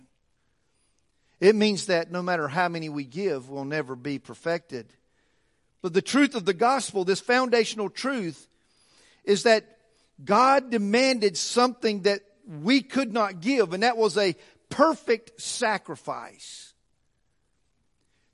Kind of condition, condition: setting, large echoing room